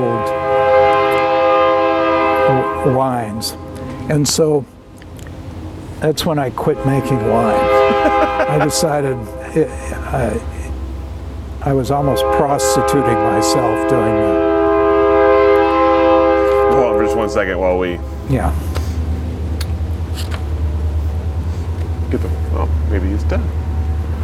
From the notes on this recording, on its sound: outside Nicholson Library at Linfield University in McMinnville on August 11, 2021